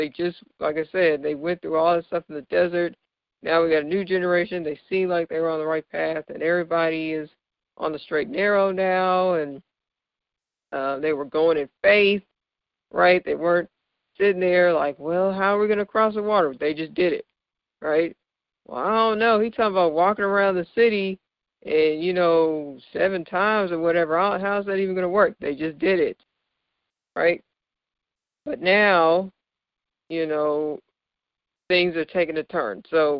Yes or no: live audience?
no